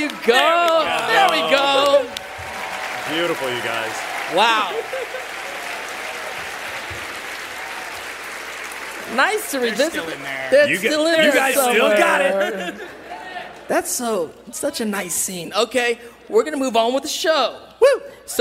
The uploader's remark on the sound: We’re back at San Diego Comic Con for another LIVE podcast recording! Join us for an exclusive listen to our panel.